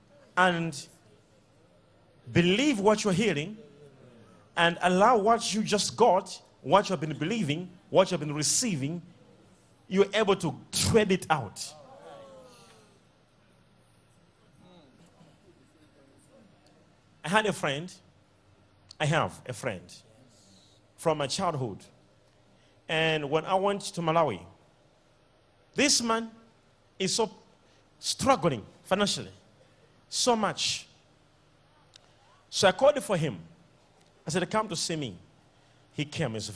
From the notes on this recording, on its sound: SUNDAY LIVE SERVICE | 21/05/17| ECG CHURCH